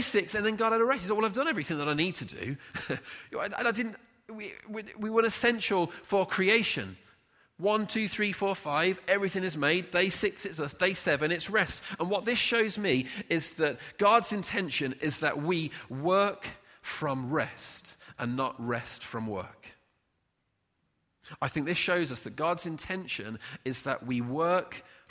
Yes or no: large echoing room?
yes